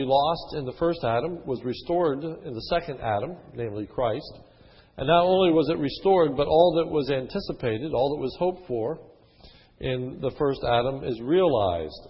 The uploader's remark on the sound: In the evening service.